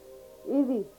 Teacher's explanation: it's a sound between a regular English R and a Z, but closer to an R